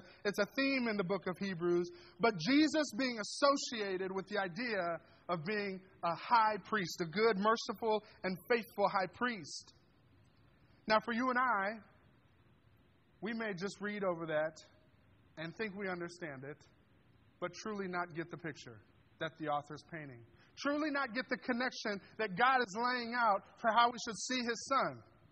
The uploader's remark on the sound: This sermon was delivered on December 10th, 2023 at Grace Church in Granger, Indiana.